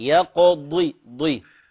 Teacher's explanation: فخم الضاد حتى لا تتحول لدال